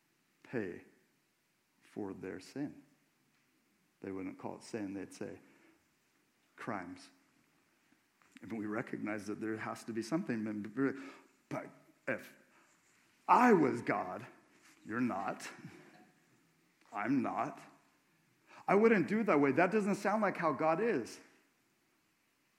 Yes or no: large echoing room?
yes